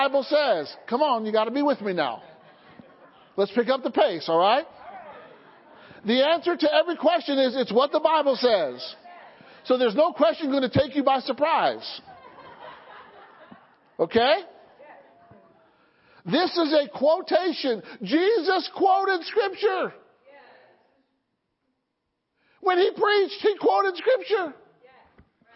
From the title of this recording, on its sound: Sunday Morning Service